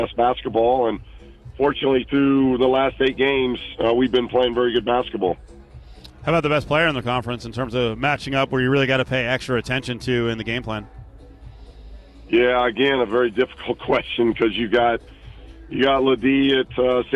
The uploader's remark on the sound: LIVE FROM THE COMBINE